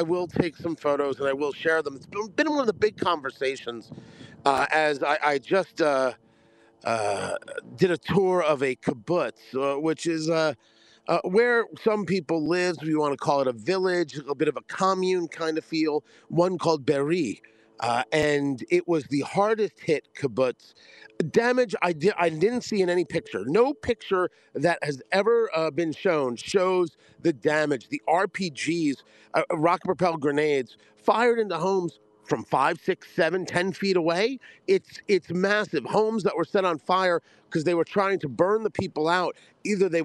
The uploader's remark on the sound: report from the Re'im music festival massacre site